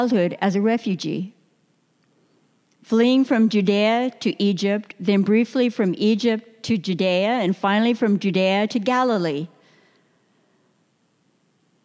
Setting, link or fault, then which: setting, large echoing room